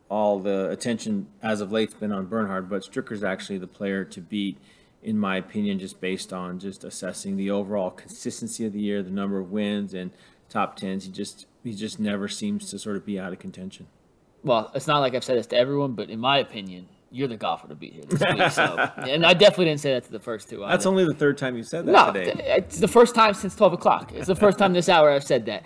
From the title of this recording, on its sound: UCSS is LIVE from the Kaulig Companies Championship